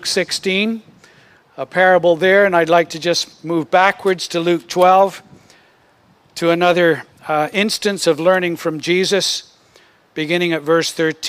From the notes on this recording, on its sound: Originally recorded outdoors